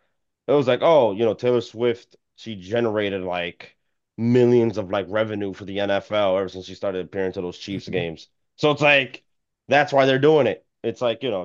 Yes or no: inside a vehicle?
no